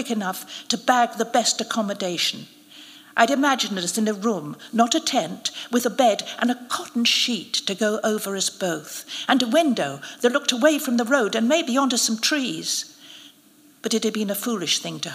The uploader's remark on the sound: Narrated at a special live event.